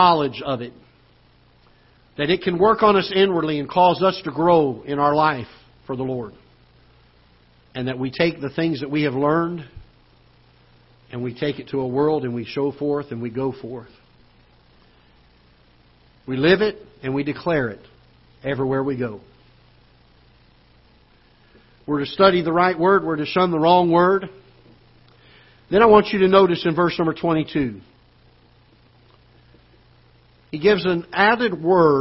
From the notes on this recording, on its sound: Ketha Heights Baptist Church ~ Live Broadcast.